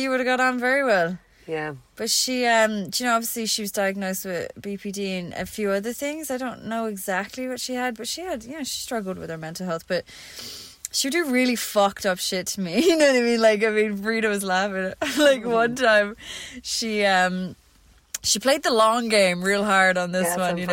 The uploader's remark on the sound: We're live from the Bean Van at Cullenamore Beach, Co Sligo.